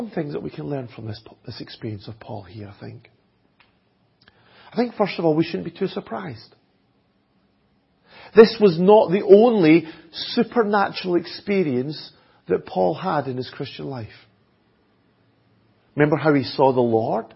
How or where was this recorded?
large echoing room